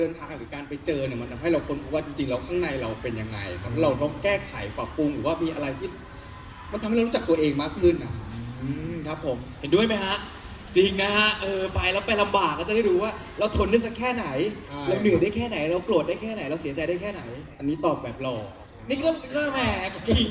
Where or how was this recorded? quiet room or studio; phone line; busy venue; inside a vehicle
busy venue